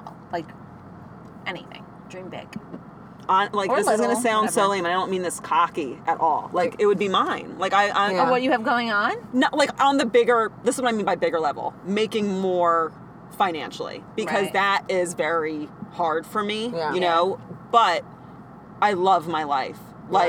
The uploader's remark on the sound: in the CAR